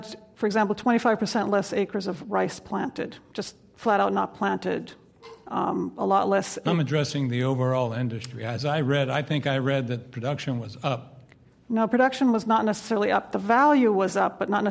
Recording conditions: live audience